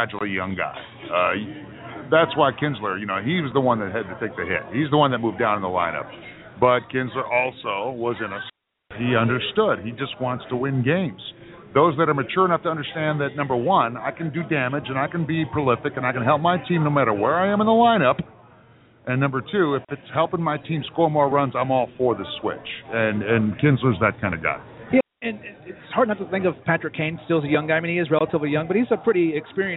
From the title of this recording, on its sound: Live from Wrigley Field Bar and Grill